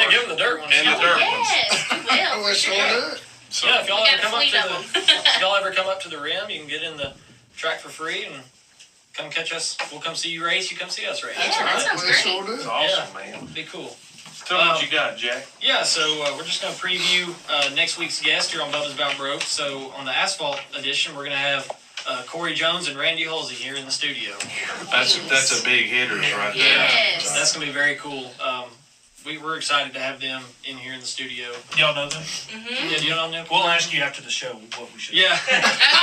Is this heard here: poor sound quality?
yes